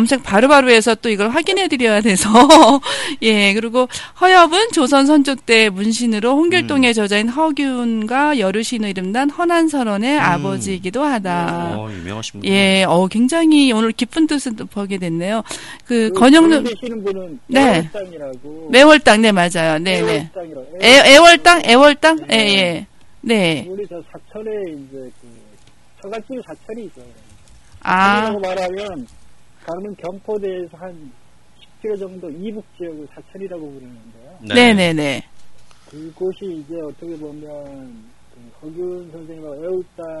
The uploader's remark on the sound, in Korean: 전화인터뷰. 강릉사랑, 초당라디오TV.